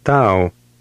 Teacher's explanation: The combination long A plus short U is pronounced Au.